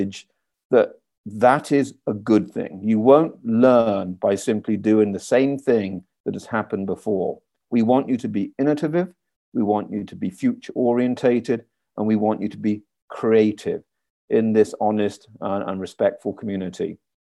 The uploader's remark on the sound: Audio excerpts from a recent virtual open house.